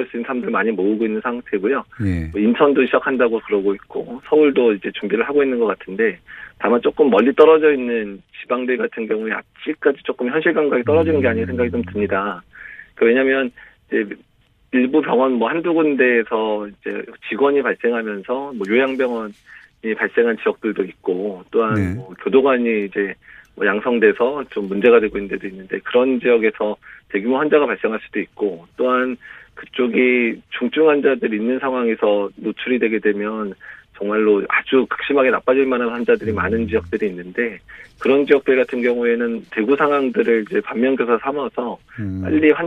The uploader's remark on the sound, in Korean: 전화연결